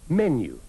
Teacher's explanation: la parola menu porta l'accento sulla prima e non sulla seconda sillaba